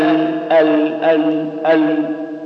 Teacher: واللام من أدنى حافة اللسان إلى ما يليها من الحنك الأعلى مما فويق الضاحك والناب والرباعية والسلية.